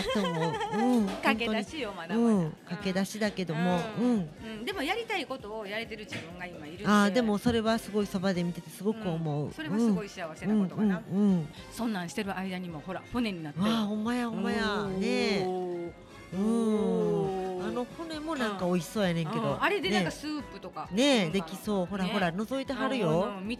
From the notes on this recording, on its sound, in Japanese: 炭火焼肉・ステーキ萬華様。解体ショー&じゃんけんゲーム実況最高級のお肉を存分にいただきながらの収録でした。